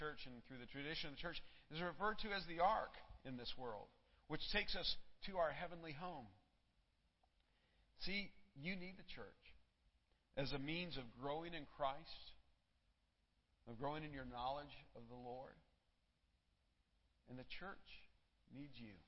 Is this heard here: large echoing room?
yes